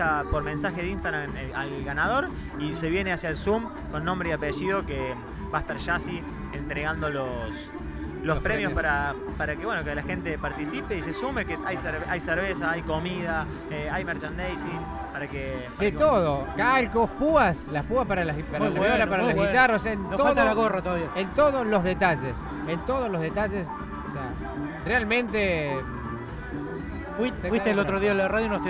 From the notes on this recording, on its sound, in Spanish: Extracto de la transmisión en vivo de la 2° Fiesta de la Cerveza Artesanal y Gastronómica de Villa Nueva.